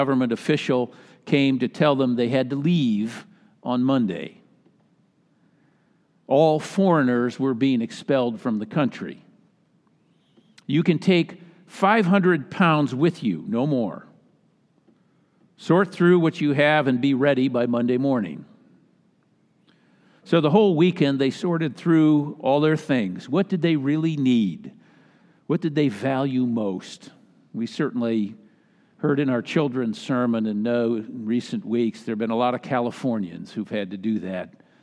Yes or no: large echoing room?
yes